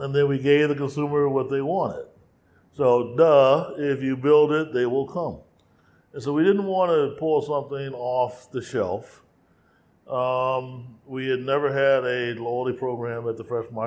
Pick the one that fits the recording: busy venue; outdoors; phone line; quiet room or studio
busy venue